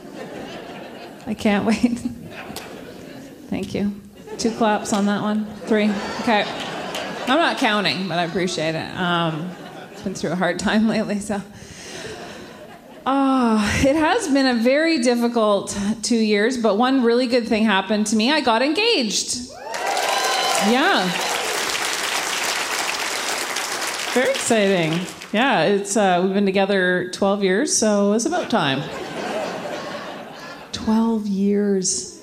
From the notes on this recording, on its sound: A live show from the Shenkman Centre for the Arts!